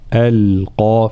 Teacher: ترقيق الهمزة واللام ثم تفخيم القاف، ألقى، فلا نقول ألقى، لا ألقى هكذا.